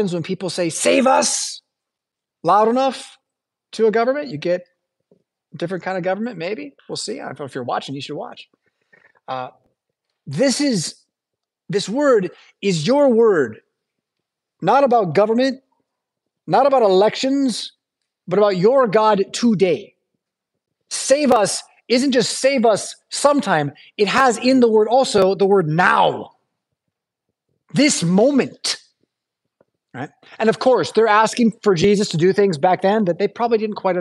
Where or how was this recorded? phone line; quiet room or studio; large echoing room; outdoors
large echoing room